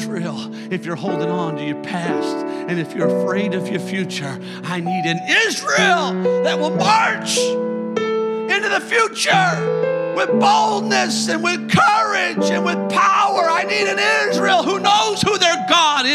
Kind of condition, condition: setting, large echoing room